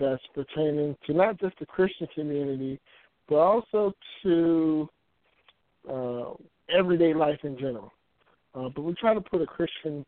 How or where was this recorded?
phone line